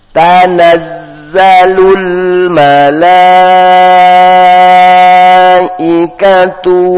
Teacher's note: Tanazzalul mala, di sini ada huruf mat ketemu huruf hamzah, tapi dalam satu kalimat malaika, satu kalimat, maka mat wajib dibaca enam lebih dari dua harokat, dibaca enam harokat. Nah, dengan tiga ketukan lebih.